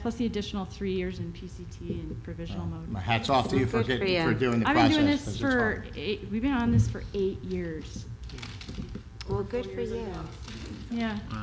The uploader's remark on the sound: BARK YOUR BIZ Live at Global Pet Expo.